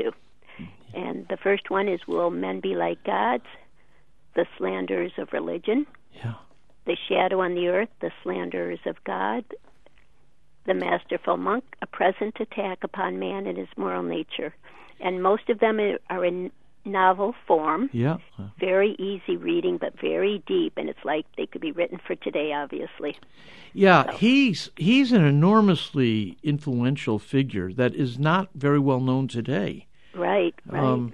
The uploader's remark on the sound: We're opening up the phone lines today!